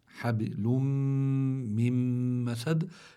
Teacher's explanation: حبل من مسد عندي تنوين، أتى بعده ميم، التنوين اللي هو نون ساكنة، لكن شو صار بها النون الساكنة؟ أدغمت بالميم، لأن الميم من حروف الإدغام، والإدغام يكون مع الغنة · Term: إدغاما مع الغنة